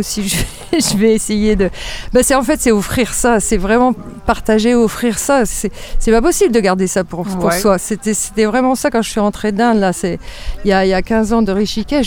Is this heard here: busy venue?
yes